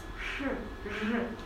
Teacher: некоторые неправильно произносят, и появляются так называемые воздушные шипящие, когда произносят ш, ж, то есть образуется очень большая вот по центру языка ложбинка, через которую выходит воздух достаточно сильно. То есть это так называемые воздушные шепелявые, шипящие.